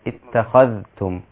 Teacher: حفص بيظهر الذال مع التاء اتخذتم هكذا. خلاص ففي المواضع اللي هي اتخذتم في سورة البقرة وفي غيرها أين وقعت تضغم الذال في التاء فتصير اتخذتم هكذا.